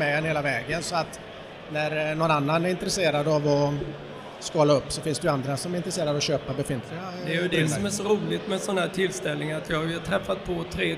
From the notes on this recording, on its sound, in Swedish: Intervjuer från GSBF. För de som eventuellt missat det så var Hantverksbira på Great Swedish Beer Festival i Malmö i oktober.